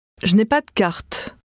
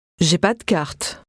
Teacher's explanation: how the n disappears in rapid speech · Shown in: second take